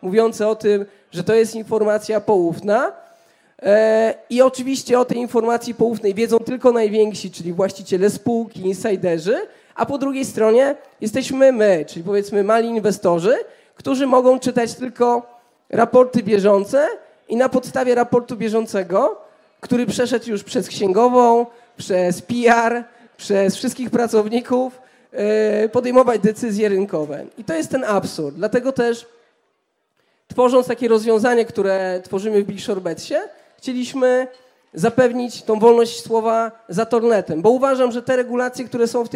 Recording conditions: large echoing room